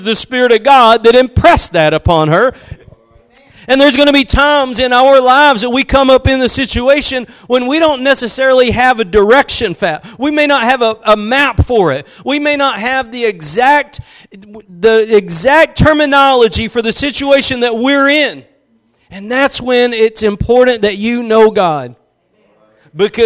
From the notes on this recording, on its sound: Preached at Gospel Lighthouse in Bossier City, La.